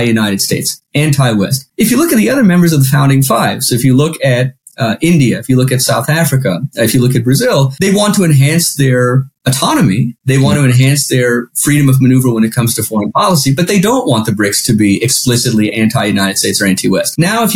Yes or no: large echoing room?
no